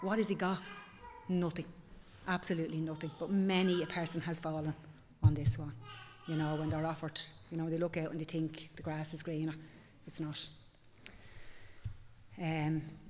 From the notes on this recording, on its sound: Recorded live in Liberty Church on 12 March 2023